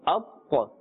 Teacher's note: And when you find them, when they have a Sakin, a Jazm, then they will be pronounced with a little bit of a bouncing sound or echoing sound · Term: Qalqalah